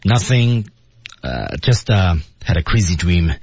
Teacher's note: 那么在语调上来说呢，基本都是降调